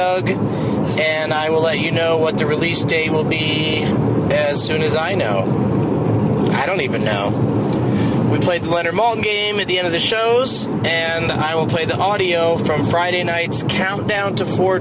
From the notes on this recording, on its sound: Play a game as they drive from Portland to Eugene, OR, plus the audio from the Countdown to 4/20 show at Cobb's in San Francisco.